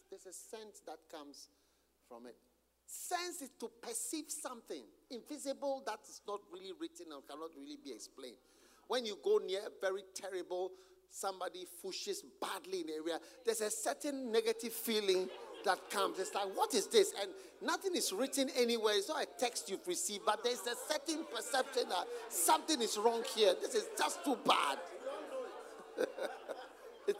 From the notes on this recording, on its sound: Preached at the Use It or Lose It Camp, USA.